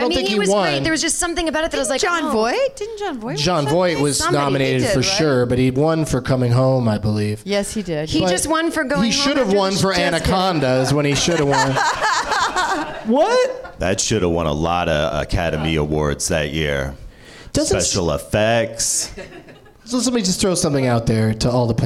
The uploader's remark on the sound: Live from the NerdMelt Showroom in Los Angeles